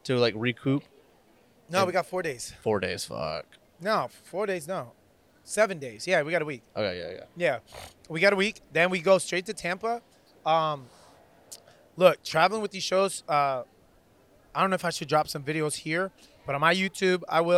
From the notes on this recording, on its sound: Thank you to The Yard at Ivanhoe District for allowing us to record